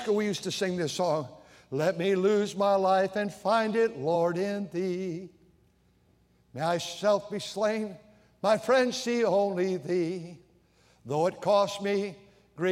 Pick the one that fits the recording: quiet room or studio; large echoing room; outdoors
large echoing room